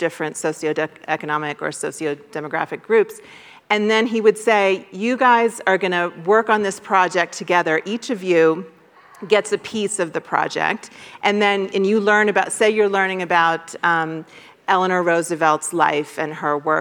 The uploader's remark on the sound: Moderates the conversation and takes questions from the audience.